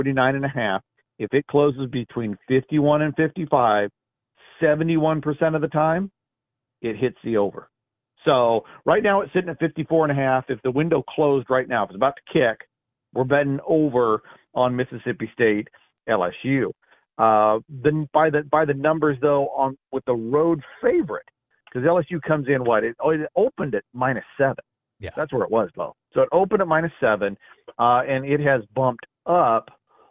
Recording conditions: phone line